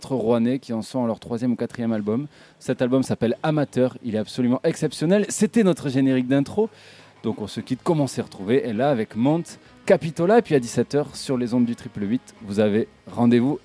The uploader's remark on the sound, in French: Nous étions en direct du jardin du Zef - Gare Franche, dans le 15e arrondissement de Marseille, dans le cadre de la semaine Nature & Biens Communs.